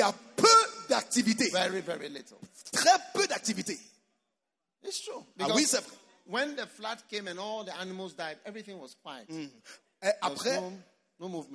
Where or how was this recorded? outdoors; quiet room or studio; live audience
live audience